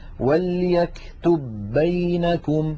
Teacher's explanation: لابد من إدغام الباء الأولى في الثانية